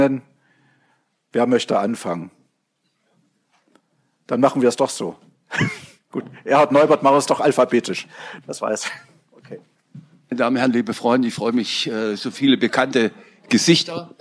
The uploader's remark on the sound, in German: Das Podium wird wiedergegeben; Fragen aus dem Publikum sind in ihren zentralen Inhalten nachgesprochen.